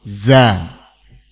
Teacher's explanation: Za ujung lidah bertemu dengan gigi seri bawah.